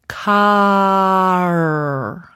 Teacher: the word car is pronounced car and really stretched out from one syllable into two.